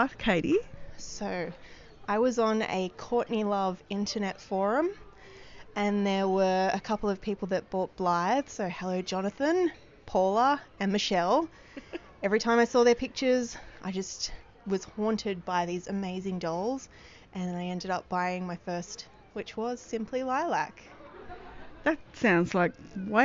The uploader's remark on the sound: Recorded at a mini meet. In Melbourne, Australia.